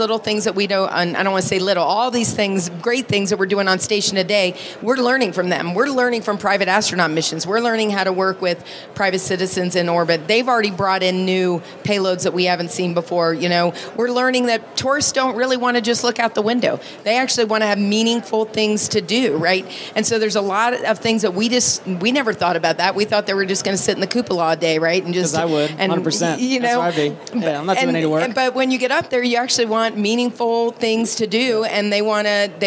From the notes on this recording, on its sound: Live from Space Symposium 2023. Live from the Redwire booth at Space Symposium 2023!